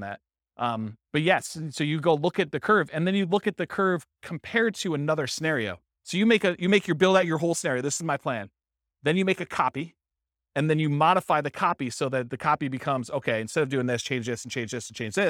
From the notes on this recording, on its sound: This was a live class recorded